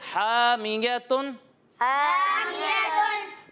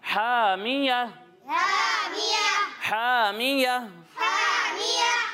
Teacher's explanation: اور قاعدہ یہ ہے کہ جس کلمے پر آپ وقف کر رہے ہیں اس کے آخر میں اگر گول تا ہو تو وقف کرتے ہوئے اسے ہا ساکن سے بدل دیتے ہیں · Shown in: second take · تو جب ہم یہاں پر وقف کریں گے تو اس گول تا کو ہا ساکن سے بدل دیں گے.